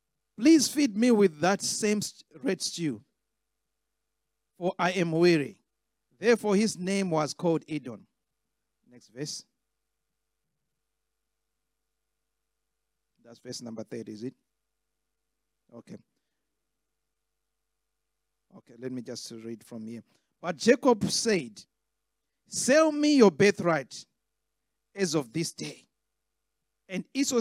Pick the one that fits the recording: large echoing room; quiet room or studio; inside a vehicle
large echoing room